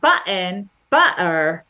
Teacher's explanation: If you're a Cockney speaker, you use a glottal stop